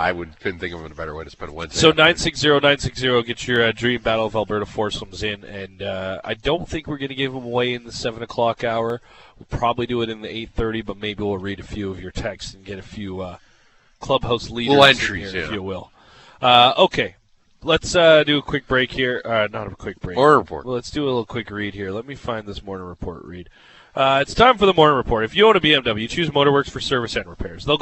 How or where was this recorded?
busy venue